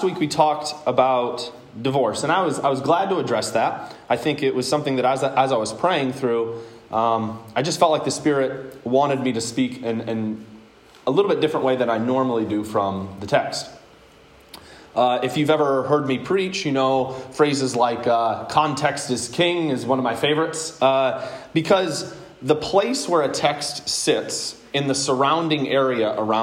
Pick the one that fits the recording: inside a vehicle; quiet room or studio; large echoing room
large echoing room